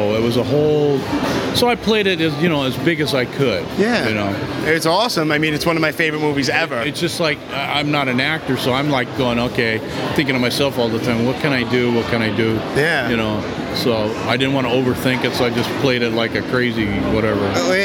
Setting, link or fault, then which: setting, busy venue